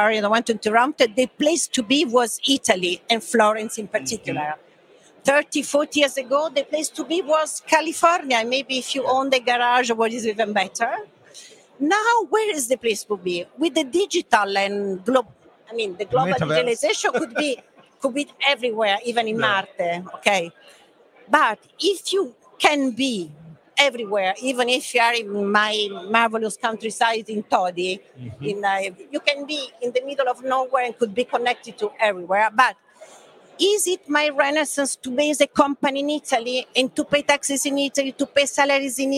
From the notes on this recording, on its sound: Breaking Banks Europe’s live coverage episode at the Milan Fintech Summit 2023 was a riveting affair.